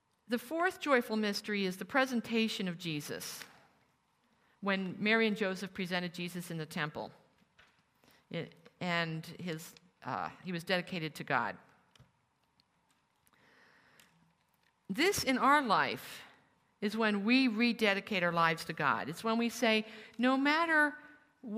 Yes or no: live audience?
yes